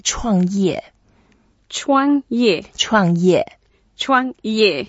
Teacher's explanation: We just make the voice down and down, not the down, down, low. · Term: fourth tones